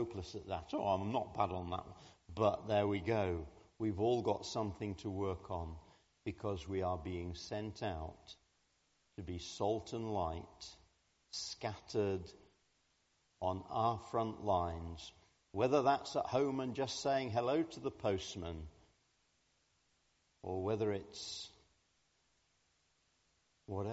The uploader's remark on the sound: Communion Service. Recorded at the 10:00 service on Sunday 29th January at All Saints.